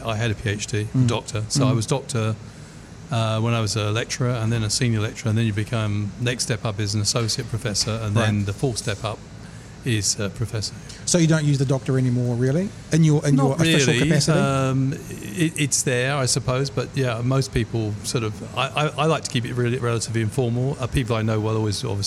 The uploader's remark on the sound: Broadcast live from Ombrellitos